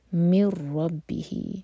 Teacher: رَبِّهِ، یہاں پر ایمٹی نون کے بعد رو آ رہا ہے تو یہ ہے ادغام بغیر غنہ کا، تو نون کی آواز بالکل نہیں آئے گی